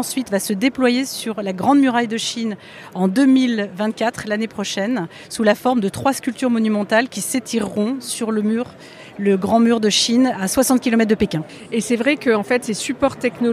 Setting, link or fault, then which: setting, busy venue